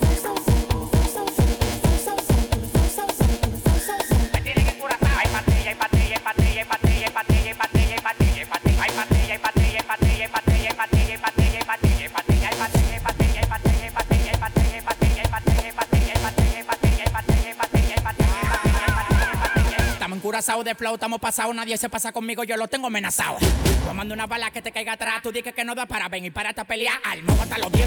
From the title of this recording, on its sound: recorded LIVE from Mix Lounge